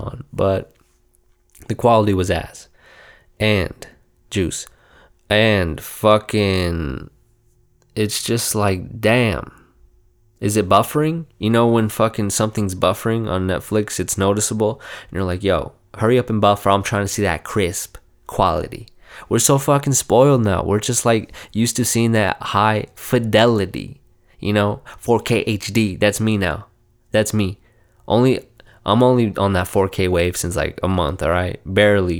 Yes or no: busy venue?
no